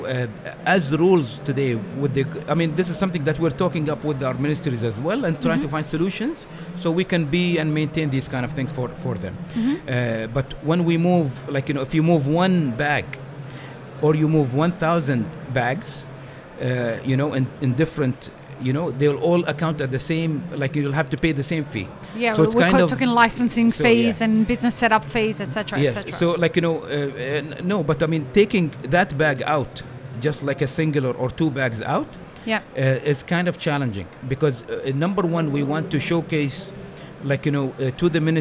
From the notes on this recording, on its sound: Live at WOC Dubai. Map It Forward and DXB Live is proud to present a selection of podcast episodes that were live-streamed from the show floor at World of Coffee Dubai 2024.